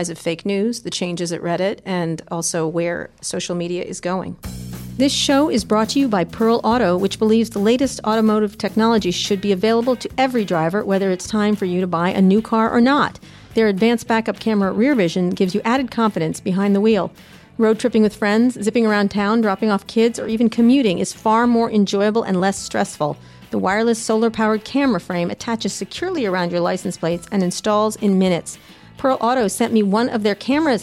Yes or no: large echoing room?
no